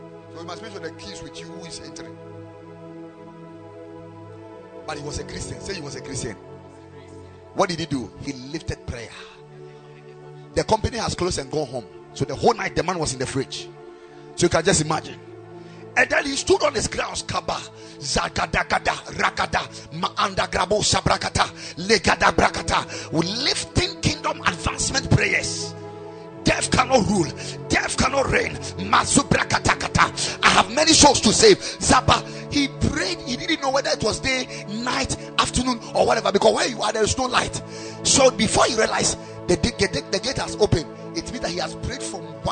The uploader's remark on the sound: Preached at Ekklesia Chapel